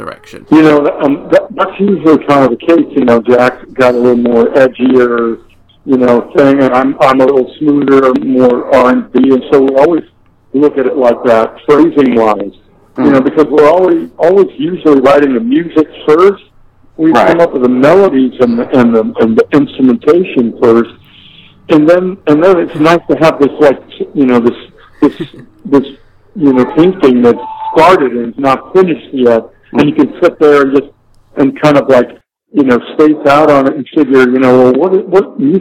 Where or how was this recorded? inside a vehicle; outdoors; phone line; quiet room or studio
phone line